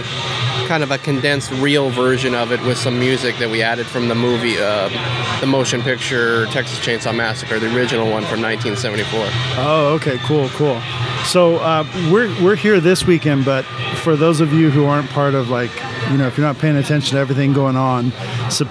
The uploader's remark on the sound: Live from Creep It Real OC 2021